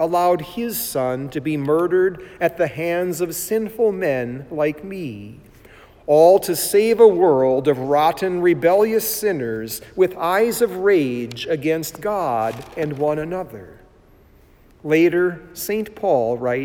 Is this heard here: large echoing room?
yes